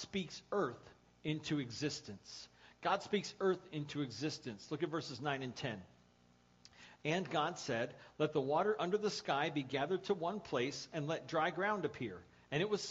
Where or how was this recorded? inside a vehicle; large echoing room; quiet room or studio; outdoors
large echoing room